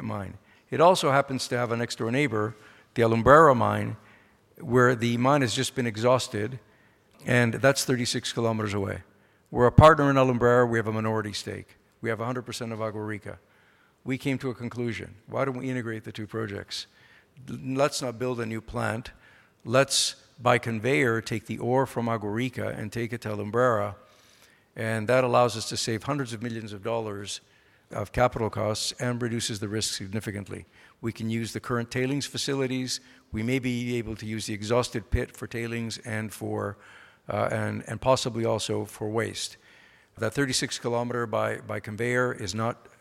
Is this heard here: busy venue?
yes